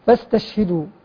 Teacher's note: فاستشهدوا كذلك يصاحب السين والشين نفس · Term: حرفان مهموسان